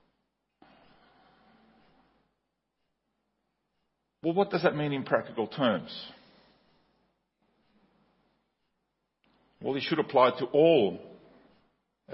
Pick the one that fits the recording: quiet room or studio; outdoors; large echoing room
large echoing room